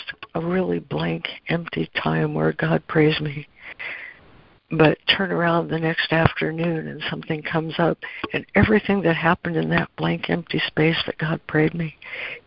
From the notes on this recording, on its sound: Daily Conference Call.